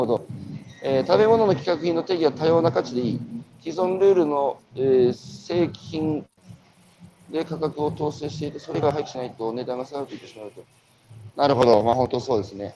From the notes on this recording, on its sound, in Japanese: 歩きながら1時間、対談する